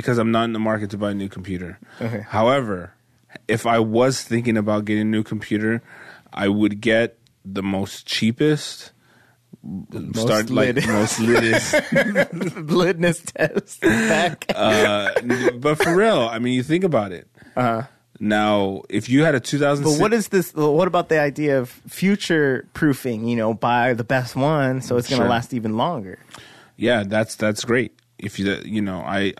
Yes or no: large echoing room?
no